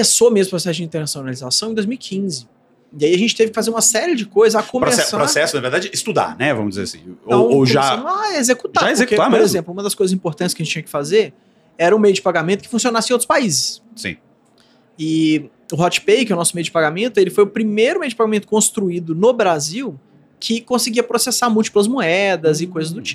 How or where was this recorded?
busy venue